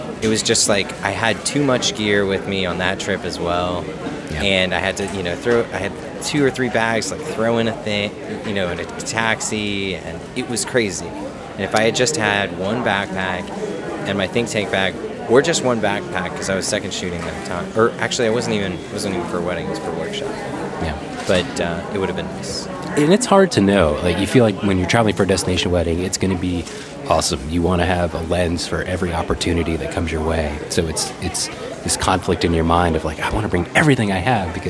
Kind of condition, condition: setting, busy venue